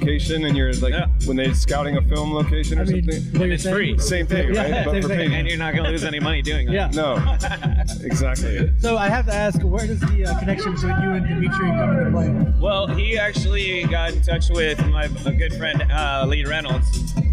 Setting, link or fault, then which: setting, busy venue